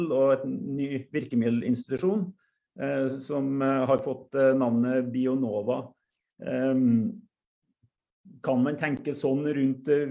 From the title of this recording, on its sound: Live Zoom